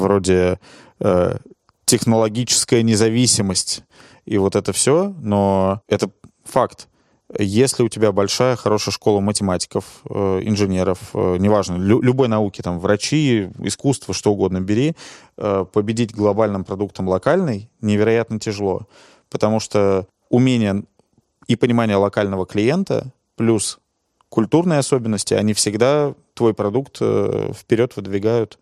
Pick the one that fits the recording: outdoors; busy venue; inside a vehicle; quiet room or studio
quiet room or studio